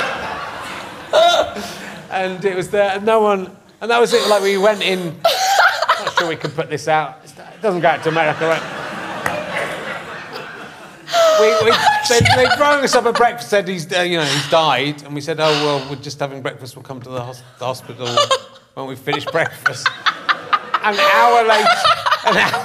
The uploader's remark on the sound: Another week has gone by and we're at King's Place again. Meets his new upmarket audience.